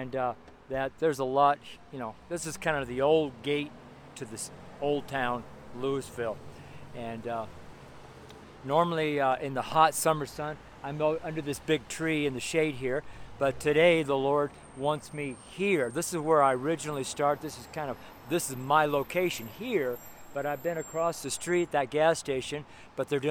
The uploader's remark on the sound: Street Sermon preached from Louisville, Colorado